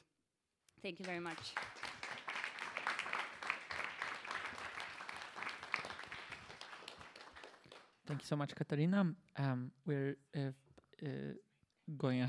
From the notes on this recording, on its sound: Gave talks on the second evening of the “After Extractivism” conference. Recorded at Haus der Demokratie und Menschenrechte.